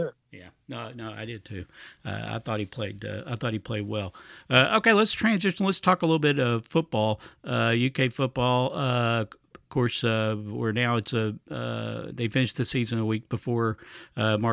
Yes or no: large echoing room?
no